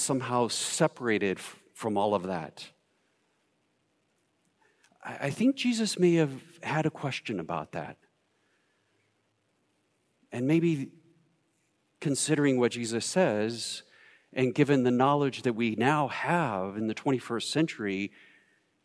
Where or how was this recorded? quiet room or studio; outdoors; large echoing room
large echoing room